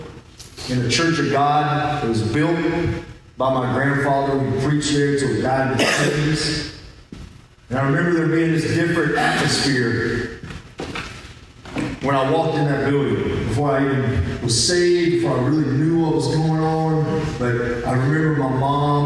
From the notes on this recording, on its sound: This episode was taken from the LIVE Wrestling For The Faith service in McDonald, TN!